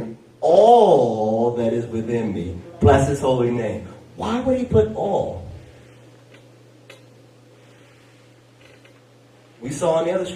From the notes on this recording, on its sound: Sermon audio from Heart of Praise and Worship on September 17, 2023